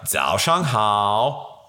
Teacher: So you got the down and back up.